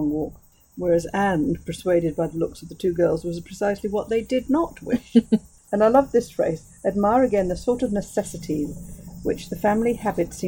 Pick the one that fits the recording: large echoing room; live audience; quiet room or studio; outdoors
outdoors